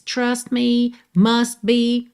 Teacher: Então você não ouve os T's aí